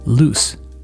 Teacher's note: Loose. This S sound is unvoiced. We only need our mouths to make this sound, not our voice.